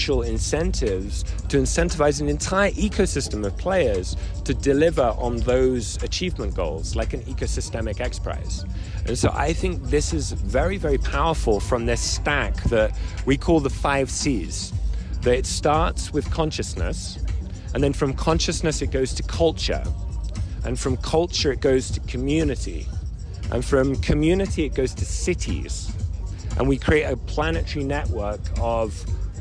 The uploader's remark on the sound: Live From Burning Man 2023. Hosts live from A Transformation Station, at Burning Man 2023.